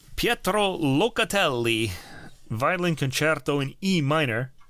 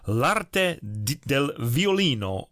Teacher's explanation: Ooh, I rolled that R. · Term: rolled R